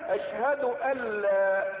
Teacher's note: أشهد ألا سواء كتبت أن لا أو كتبت ألا، فعند النطق تدغم إدغاما كاملا بلا غنة